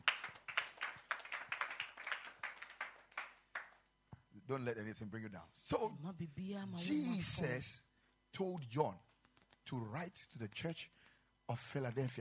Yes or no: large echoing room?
yes